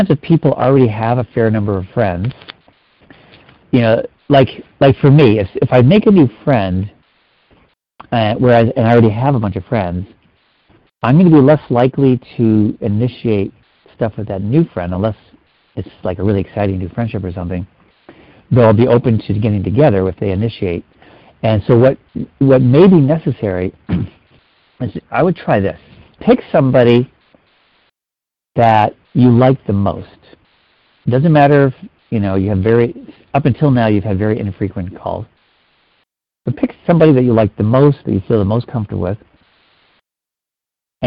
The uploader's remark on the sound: Finding Love Live Q&A Calls.